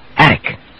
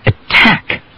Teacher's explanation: They have almost the same sounds in them, and the T falls between vowels in both. But attic has the first syllable stressed, and we use the D substitution, attic. But in attack, the second syllable is stressed, and we keep the T.